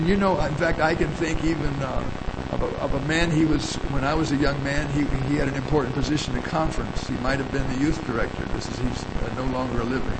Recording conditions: poor sound quality